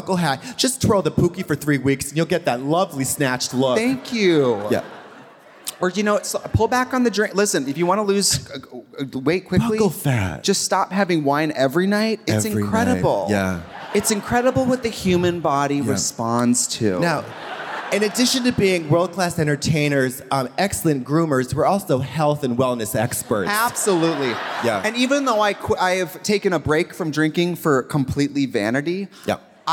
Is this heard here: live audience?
yes